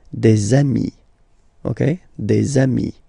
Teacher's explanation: if you make the liaison, so the link between the two, you will get des amis